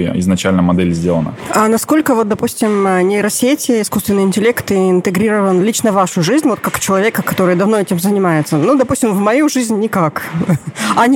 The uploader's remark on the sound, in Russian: Выпуск подкаста мы записали на форуме министров образования в Казани.